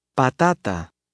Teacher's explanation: Spanish T sounds more like the T in the English word star. When it appears between two vowels, Spanish T uses full dental pronunciation, not a short pronunciation as occurs in English matter.